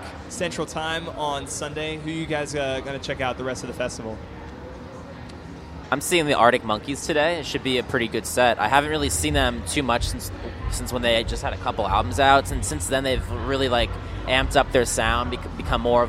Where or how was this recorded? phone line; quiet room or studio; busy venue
busy venue